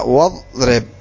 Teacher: فإنك لا تنطق بالهمزة فيصير نطقها هكذا واضرب · Term: همزة وصل